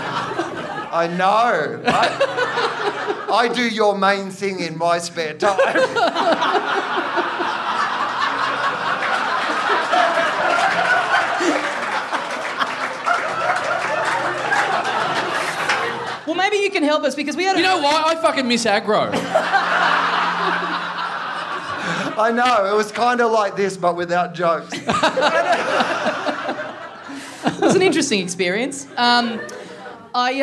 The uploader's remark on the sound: Another huge month of live shows from Melbourne!